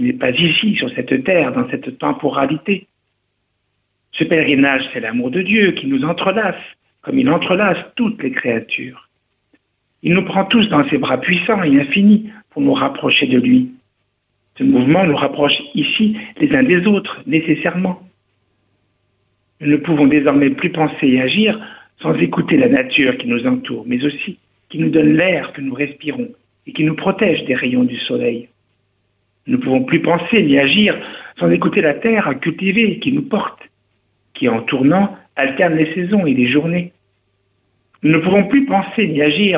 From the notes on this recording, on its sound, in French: invité par téléphone